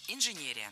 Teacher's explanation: Инженерия – это неверно. Ударение в этом слове должно падать на третий слог – инженерия.